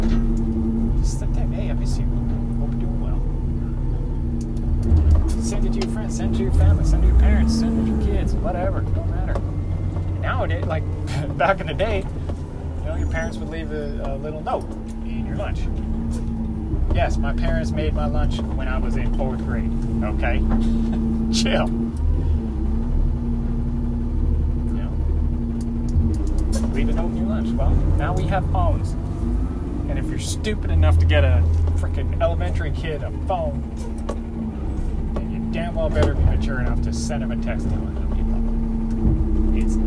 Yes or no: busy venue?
no